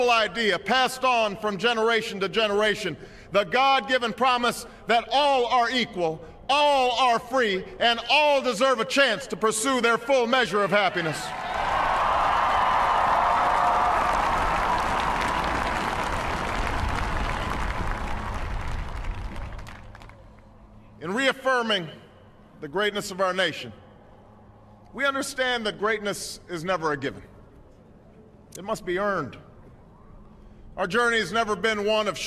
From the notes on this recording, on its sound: At the West Front of the United States Capitol in Washington, D. The 56th inauguration, which set a record attendance for any event held in the city.